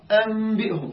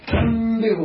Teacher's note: نون وراها باء، نقلب النون نقلبها ميم ونخفي الميم الباء أنبئهم هكذا زين، بالإطباق أو بفرجة خفيفة حسب خلاف بين المشرقيين وبين المصريين زين.